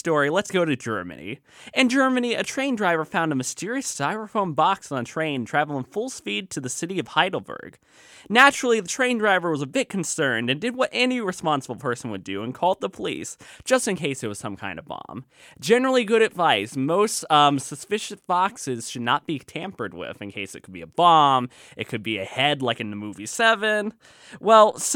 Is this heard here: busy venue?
no